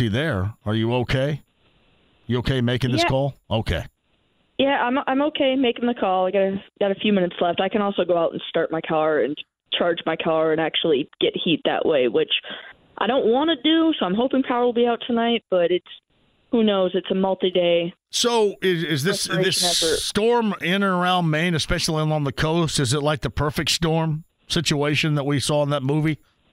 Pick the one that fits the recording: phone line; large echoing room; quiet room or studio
phone line